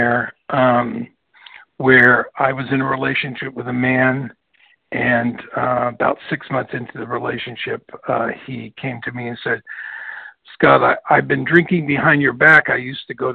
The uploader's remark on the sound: from the 100 Pounders Phone Meeting, 12/9/23.